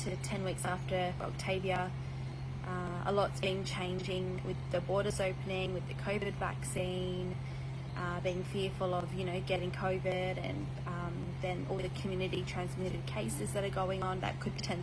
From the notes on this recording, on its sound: This episode has some background noise due to recording outdoors with an air con going